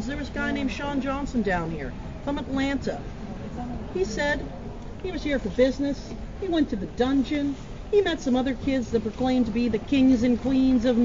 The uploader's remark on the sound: During my time in NOLA I manage to record the story while on the tour.